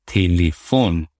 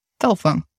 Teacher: The second E is reduced, almost you do not pronounce it. · Shown in: second take